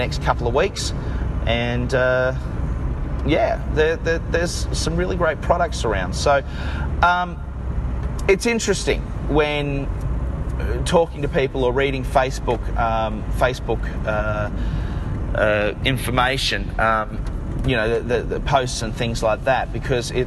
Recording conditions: inside a vehicle